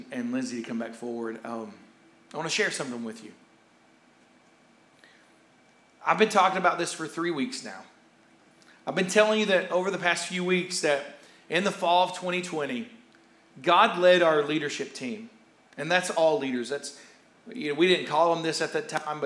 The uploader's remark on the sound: Here is a rebroadcast of our service from August 15th, 2021